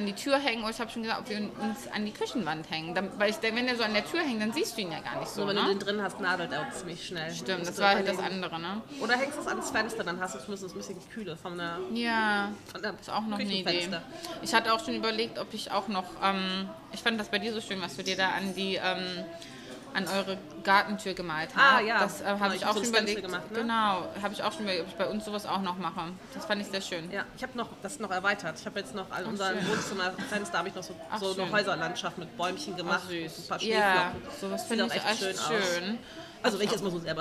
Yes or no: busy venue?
yes